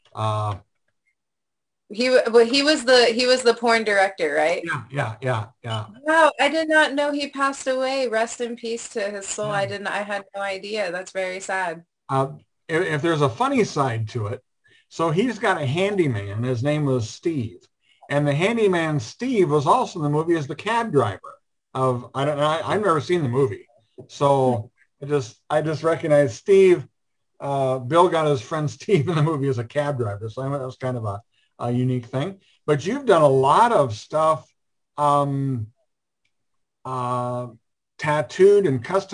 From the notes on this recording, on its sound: Our 5/16/2021 Zoom Show.